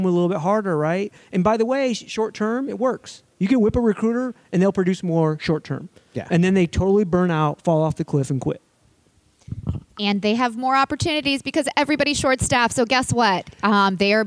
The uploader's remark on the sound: live from the Detroit JOY Roadshow stop